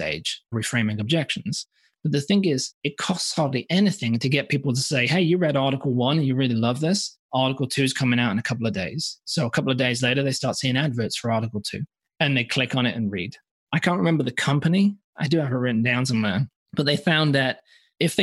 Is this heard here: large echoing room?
no